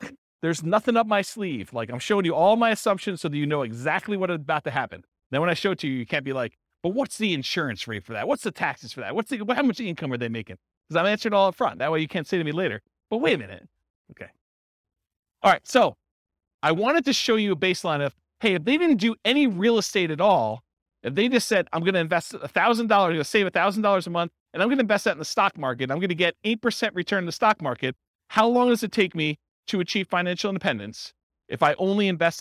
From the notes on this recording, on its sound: This was a live class recorded.